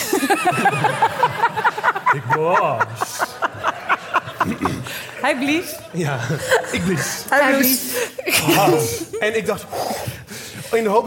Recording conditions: live audience